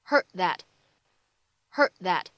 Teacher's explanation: 放在一起的话呢，会有一个不完全爆破